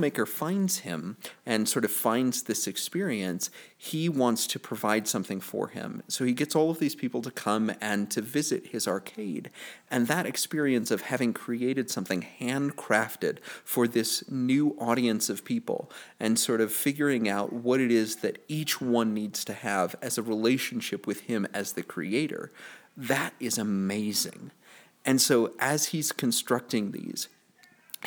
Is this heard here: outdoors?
no